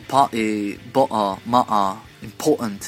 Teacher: a lot of Brits don't pronounce the T at all. That's called glottal stop.